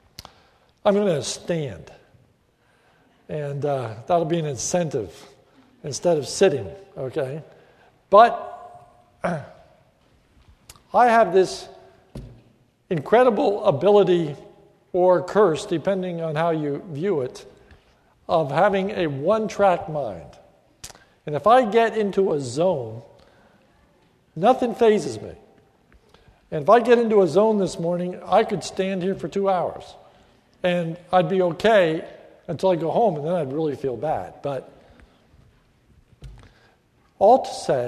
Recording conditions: large echoing room